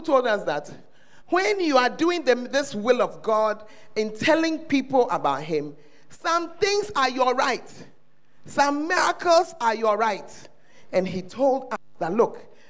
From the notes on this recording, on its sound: Preached at First Love Church, Ayeduase